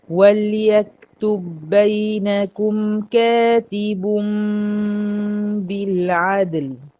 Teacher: ادغام المثلين الصغير هنا منع القلقله او الغى القلقله · Term: ادغام مثلين صغير